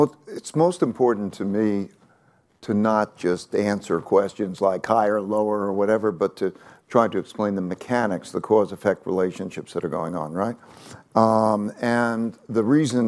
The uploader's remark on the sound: at the Bloomberg Invest conference in New York